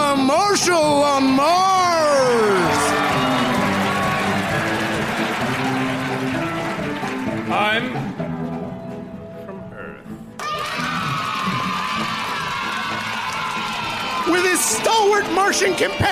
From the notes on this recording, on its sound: Recorded Live 9/10/2010 at Largo, Los Angeles.